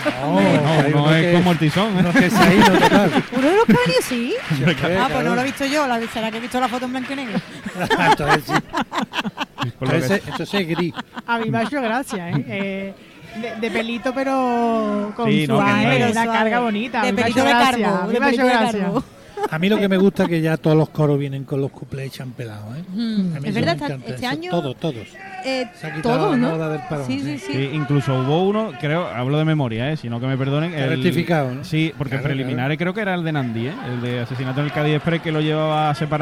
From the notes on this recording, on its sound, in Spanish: En directo desde el Gran Teatro Falla de Cádiz. La retransmisión del Concurso Oficial de Agrupaciones Carnavalescas del Carnaval de Cádiz 2024 en Onda Cero Cádiz.